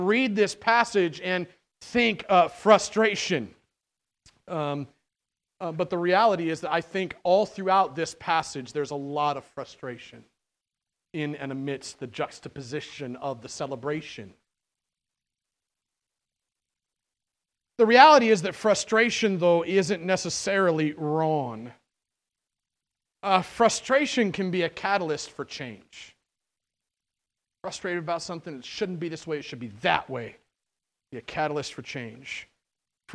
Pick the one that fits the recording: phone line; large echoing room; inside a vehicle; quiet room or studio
large echoing room